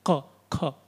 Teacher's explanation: And the cavity has to adjust, A, E, U, whichever vowel you want to say, which consonant you want to say, the tongue has to say, he has to tell K. That means the back of the tongue should hit the palate, back of the palate